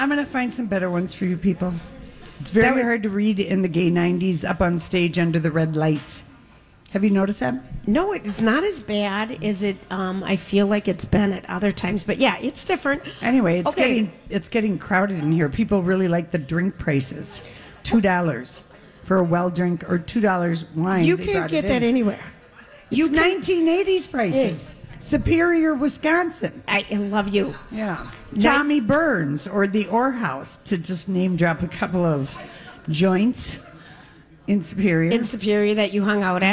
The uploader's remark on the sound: Live from Gay 90s